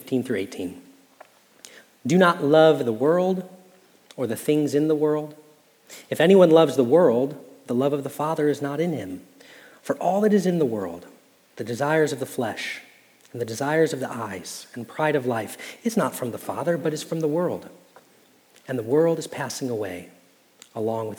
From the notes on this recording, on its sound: Message Preached at Valley Creek Church